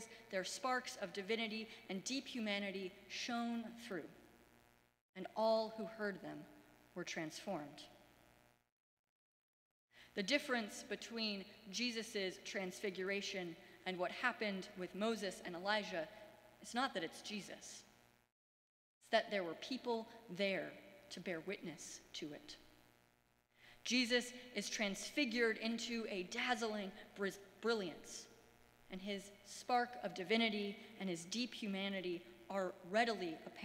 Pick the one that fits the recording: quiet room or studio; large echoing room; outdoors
large echoing room